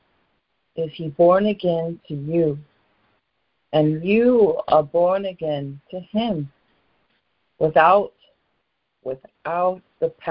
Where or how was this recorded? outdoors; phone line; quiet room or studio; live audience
phone line